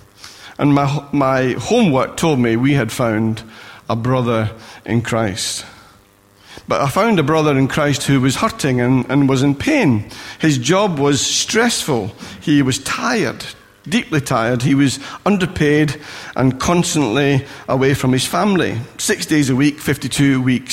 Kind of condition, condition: setting, large echoing room